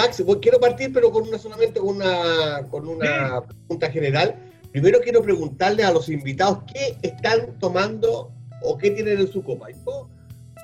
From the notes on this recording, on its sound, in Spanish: Vía Zoom desde Isla de Pascua. Programa sobre V¡nos, V¡ñedos y V¡das en radio PortalesFM.